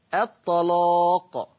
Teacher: سمعين صوت التغليظ للام الطلاق